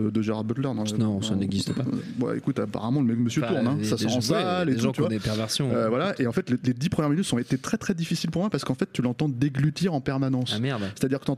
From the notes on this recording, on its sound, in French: Enregistré le 14 février 2018 au Bar à Bulles (8bis Cité Véron, Paris 18ème)